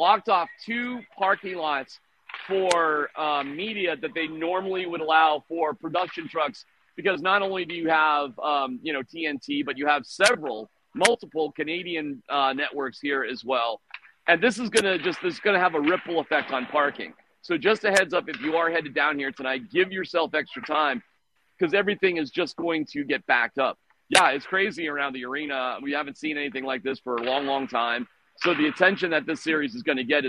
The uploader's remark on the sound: live from Ball Arena after morning skate